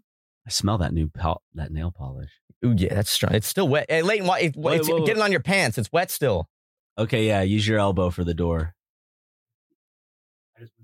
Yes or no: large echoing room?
no